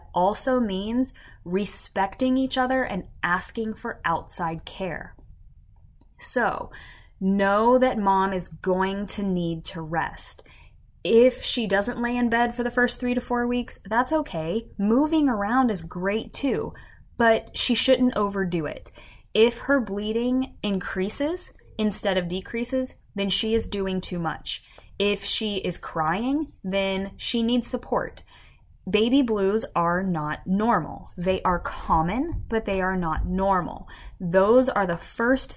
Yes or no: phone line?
no